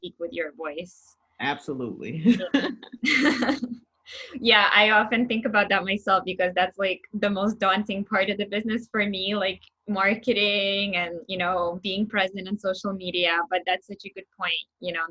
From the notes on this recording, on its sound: Zoom video interview